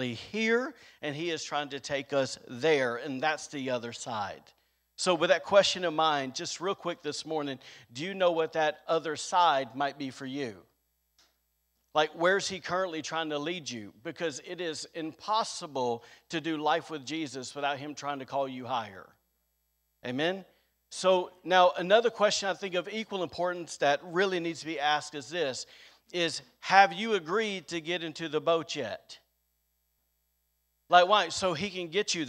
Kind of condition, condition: setting, large echoing room